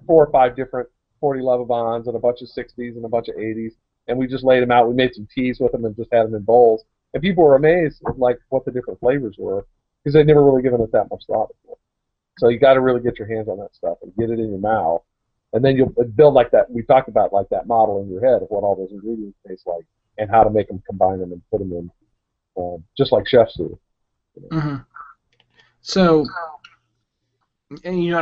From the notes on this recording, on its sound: Technical difficulties plagued us throughout this episode